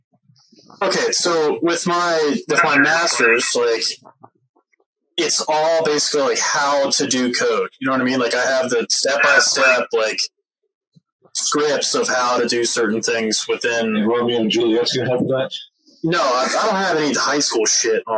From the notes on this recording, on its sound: Audio took a step back in this one.